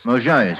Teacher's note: with the accent on the second syllable